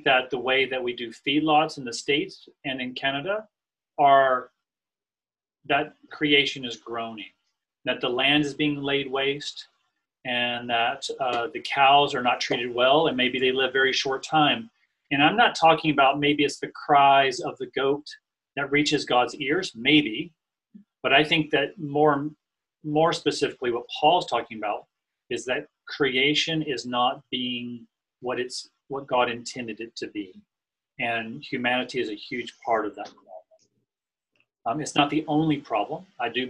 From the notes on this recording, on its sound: NOTE: This was recorded alongside Zoom. Q&A is included.